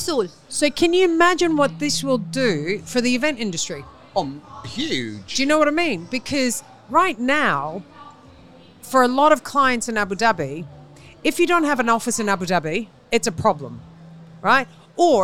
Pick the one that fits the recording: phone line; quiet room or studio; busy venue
busy venue